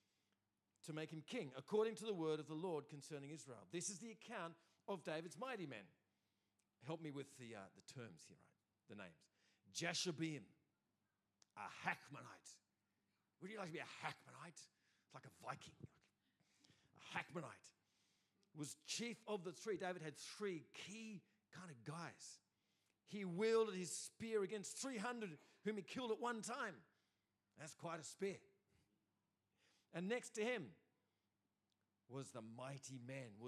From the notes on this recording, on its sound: first preached in C3 Bathurst on 20 August 2023